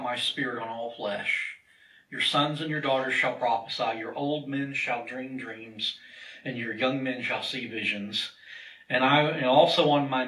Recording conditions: large echoing room